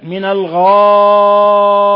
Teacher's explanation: قوله تعالى من الغائط، مد متصل واجب المد، ومد من 4 إلى 5 حركات، ولا يخفى قلقلة الطاء إذا وقفنا عليها، إذا وقفنا عليها فتصبح من حروف القلقلة 5 قطب جد التي إذا سكنت قلقلت.